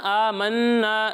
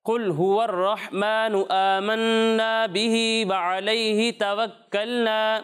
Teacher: یہاں نون مشدد ہے نا، آمنا، یہاں غنہ کرنا ہے